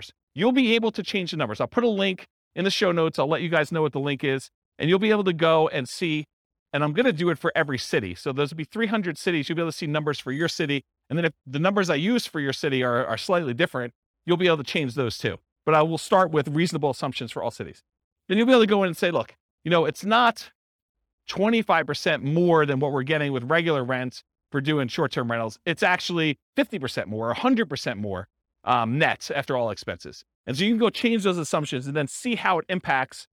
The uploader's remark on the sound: This was a live class recorded